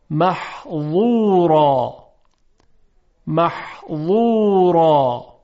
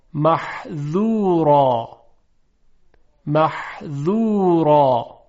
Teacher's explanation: میبینیم که صدای ضا درشتر از ذال هست